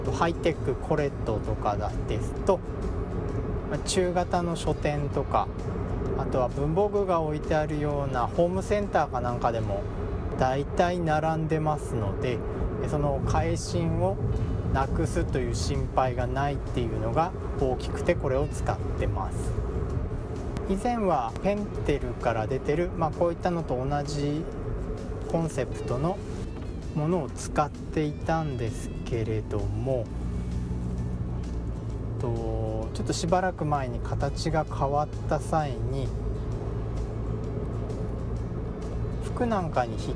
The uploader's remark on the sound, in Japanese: 車中収録で、周囲の音入りまくりです